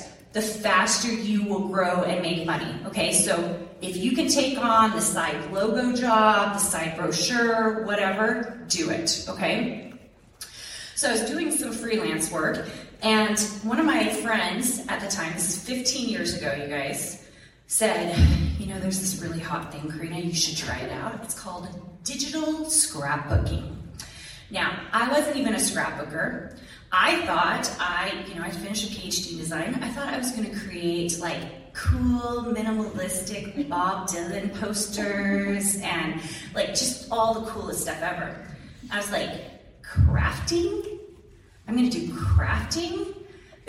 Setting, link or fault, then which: setting, large echoing room